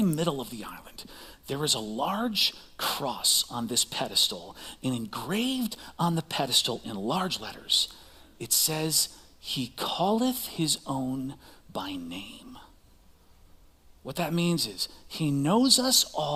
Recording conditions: large echoing room